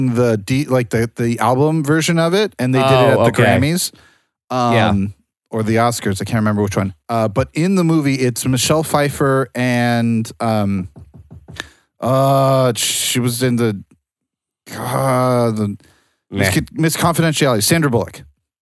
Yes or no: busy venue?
no